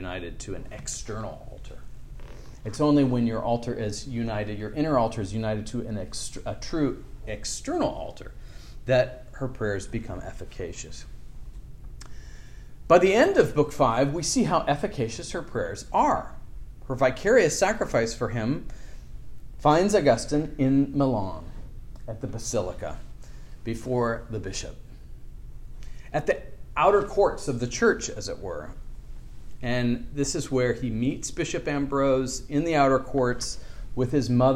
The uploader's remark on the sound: At The College of William and Mary.